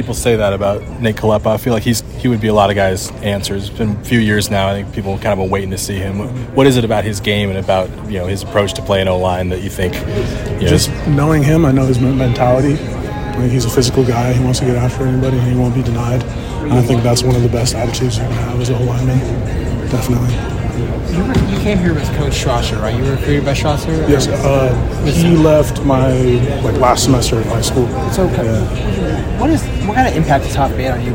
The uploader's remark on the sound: DawgmanRadio at Washington's Pro Day